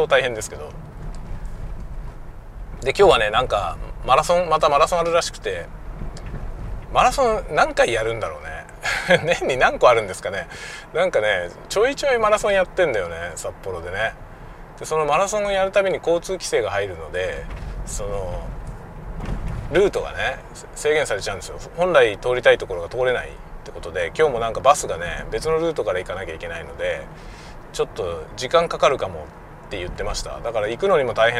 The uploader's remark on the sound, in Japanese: 朝のドライブ雑談。久しぶりに車運転しながらしゃべりました。使用マイク：audio-technica AT-9901。Stand.fm。